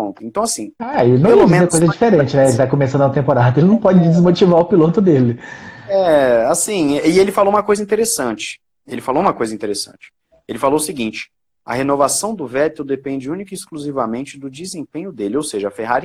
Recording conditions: video call